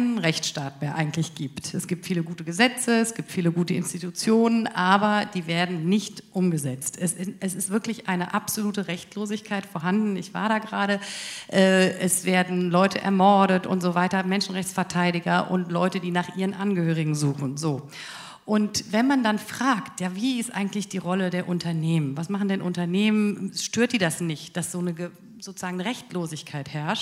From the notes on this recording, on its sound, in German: Podiumsdiskussion zum «UN Treaty on business and human rights»-Prozess in Berlin.